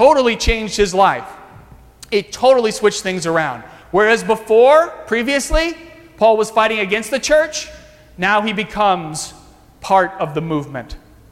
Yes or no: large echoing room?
yes